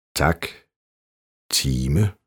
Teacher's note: Udtales stort set som på svensk, dog en smule længere fremme i munden.